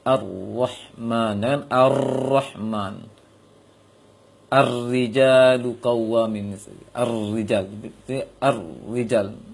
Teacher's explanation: Bisa disembunyikan getaran atau takrirnya.